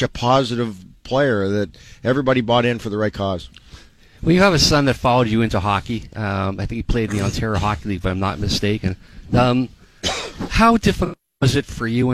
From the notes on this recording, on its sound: live from Princess Margaret's Road Hockey to Conquer Cancer